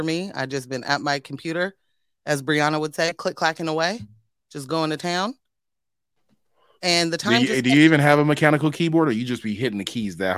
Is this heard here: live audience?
no